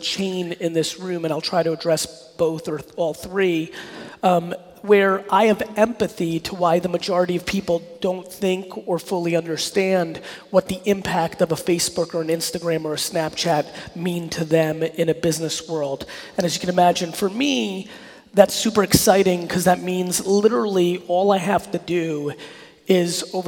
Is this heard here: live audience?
yes